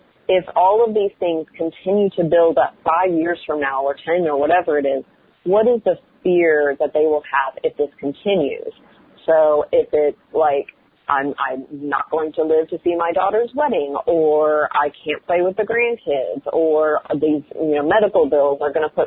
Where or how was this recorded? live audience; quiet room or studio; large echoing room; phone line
phone line